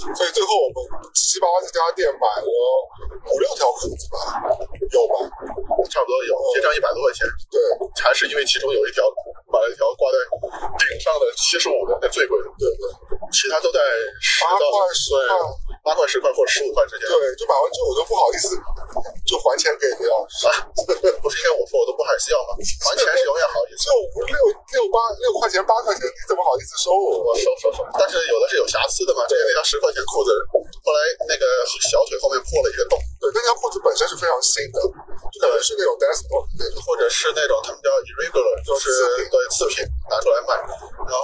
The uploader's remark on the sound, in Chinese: 本期为户外录音，音质不佳敬请谅解。